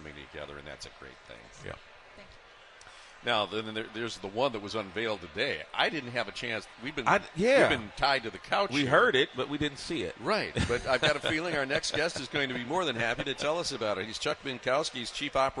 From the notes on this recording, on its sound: live from the Parade Company Pancake Breakfast